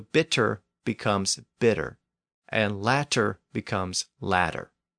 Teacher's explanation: In American English, those words are usually pronounced with a D sound.